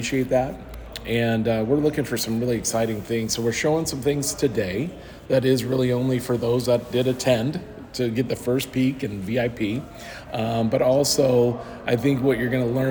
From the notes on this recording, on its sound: The Holidynamics Olympics is a 100% networking event, disguised as a weekend of games, drinks, eating, and overall FUN. Live from the event!